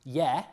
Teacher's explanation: The only major difference is that the prefix that's spelt G-E, the German ge prefix, which in Old English, because of palatalization, is pronounced ye, so the ye prefix